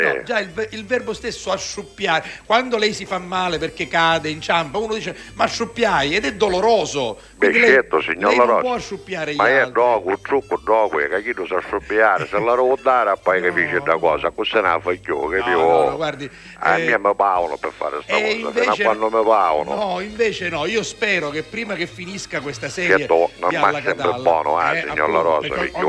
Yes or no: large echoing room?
no